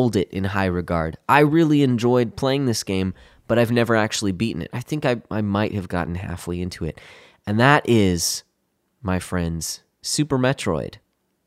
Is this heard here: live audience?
no